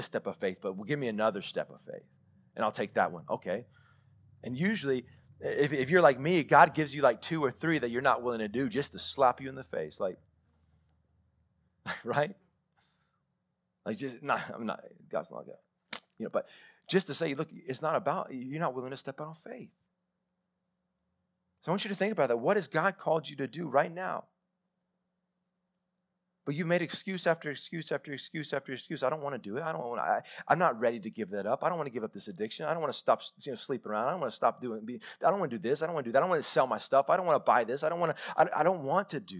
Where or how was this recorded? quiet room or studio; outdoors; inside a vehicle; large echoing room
large echoing room